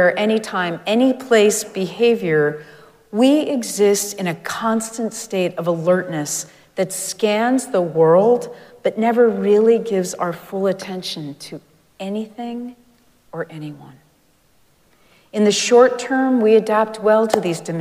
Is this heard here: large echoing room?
yes